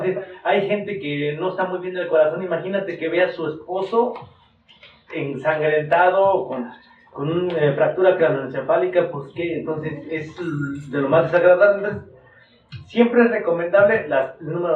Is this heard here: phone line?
no